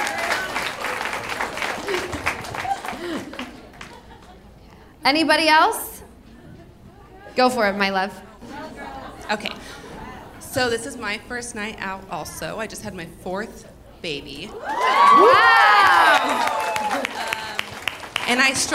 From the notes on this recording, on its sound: The One Where They’re Live From The Improv. Two very special live shows at The Improv in Irvine!